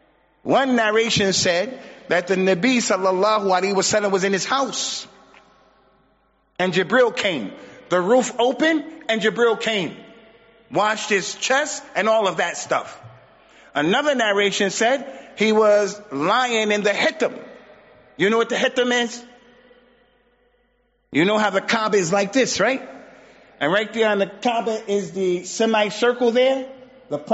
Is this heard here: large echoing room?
yes